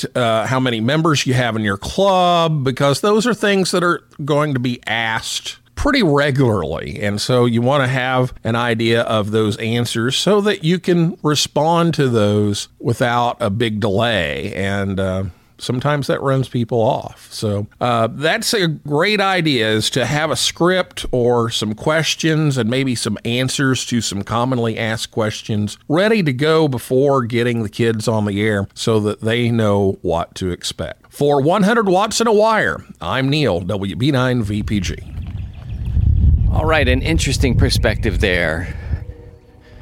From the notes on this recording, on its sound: On this episode, we’re back outside. As the weather breaks, 50 MPH winds came through this part of Missouri.